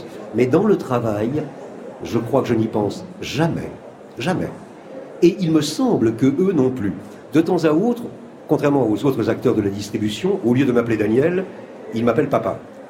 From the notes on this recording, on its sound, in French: C’est en direct depuis le Salon du Livre à Paris que nous ouvrirons notre émission.